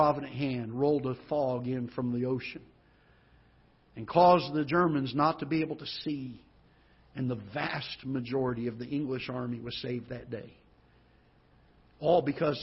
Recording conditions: large echoing room